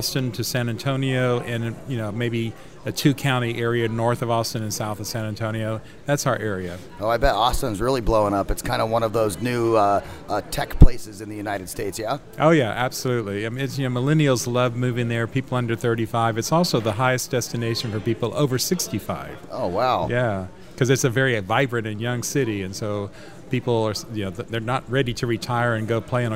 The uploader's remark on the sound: Lauderdale Florida from the floor of the Pitbull conference.